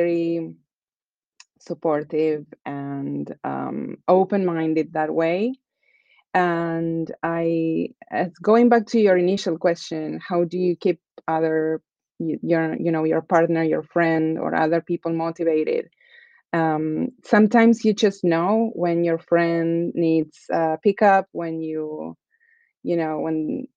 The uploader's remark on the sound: For this global recording. Join us from Argentina and Finland.